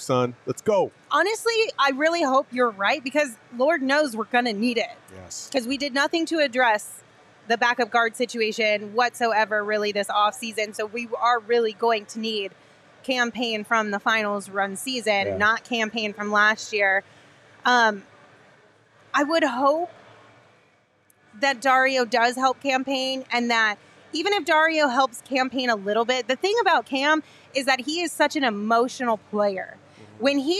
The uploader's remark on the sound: live from Four Peaks